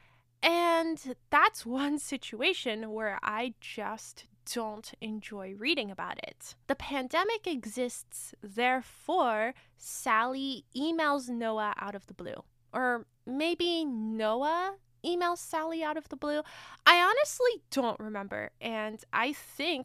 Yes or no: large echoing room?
no